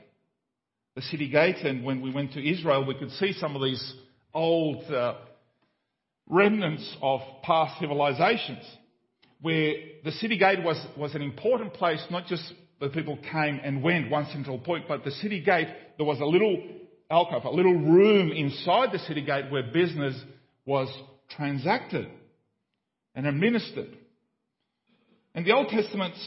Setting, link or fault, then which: setting, large echoing room